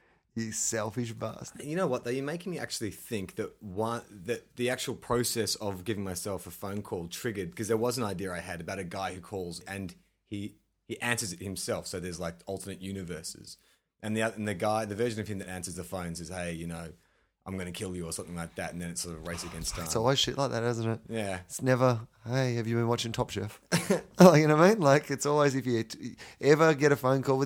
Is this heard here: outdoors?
no